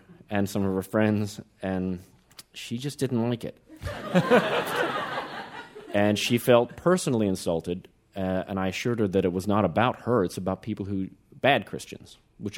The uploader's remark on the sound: This episode taped live at WNYC's Jerome L. Green Performance Space.